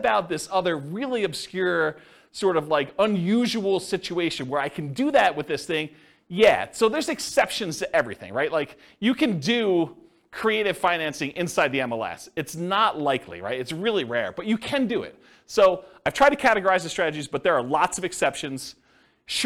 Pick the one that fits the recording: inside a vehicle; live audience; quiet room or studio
live audience